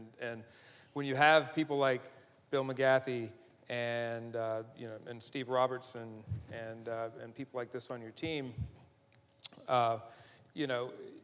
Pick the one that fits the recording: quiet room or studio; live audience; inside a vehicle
live audience